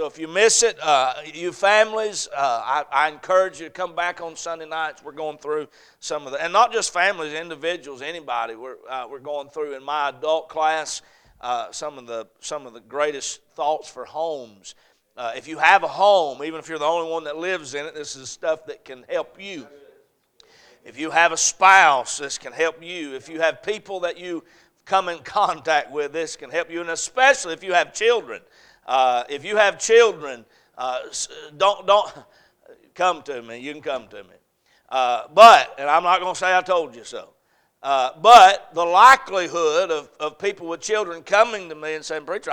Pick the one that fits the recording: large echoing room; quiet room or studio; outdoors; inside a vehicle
large echoing room